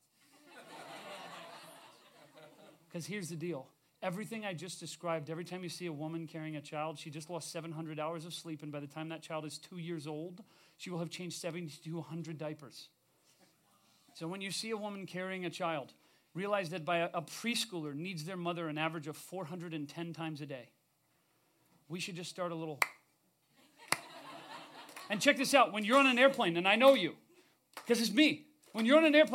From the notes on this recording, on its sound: We recorded this episode live at the Mint in LA.